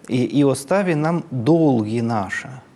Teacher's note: Вот здесь на слово «долги» тон пошел вниз. · Вот на слове «нам» тон никуда не делся. И поэтому слово «нам» оказалось интонационно не выделено.